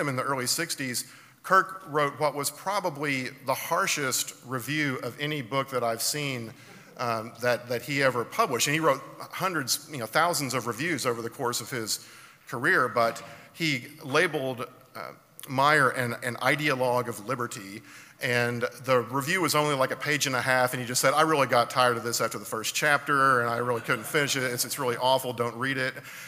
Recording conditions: live audience